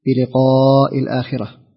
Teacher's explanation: فجاءت الألف بعد حرف القاف، والقاف من حروف القلقلة، فكان الواجب تفخيم الألف هنا